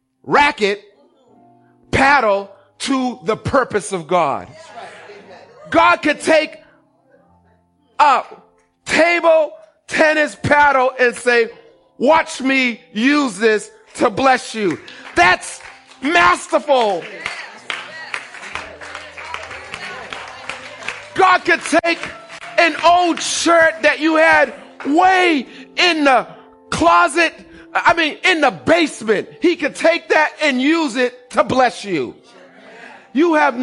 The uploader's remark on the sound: Recorded on 20160417 at the 08:30am Service